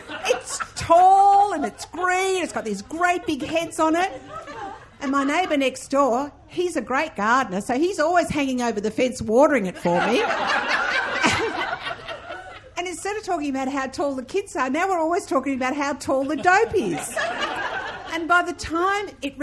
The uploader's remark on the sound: Recorded live at the National Gallery of Australia, Canberra.